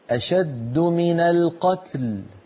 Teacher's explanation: حاولي ألا تميل التاء الساكنة إلى الكسر